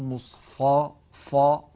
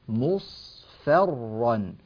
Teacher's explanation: في قوله جل شأنه في السطر التالي: فتراه مصفرا، مصفرا، الفاء هنا تحتاج إلى ترقيق، لا ينبغي أن نقول مصفى فا، كثير من الناس مصفرا، هذا غير صحيح وهو شائع جدا، إنما تفخم الصاد وترقق الفاء وتفخم الراء التي بعدها · Shown in: second take